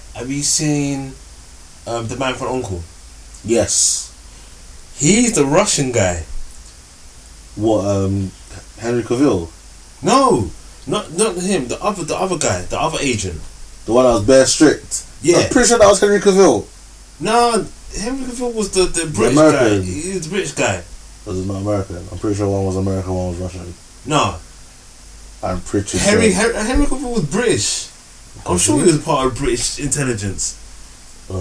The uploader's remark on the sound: I remembered to attach the mixer to the laptop but still having some audio issues please bare with us as we are still novices.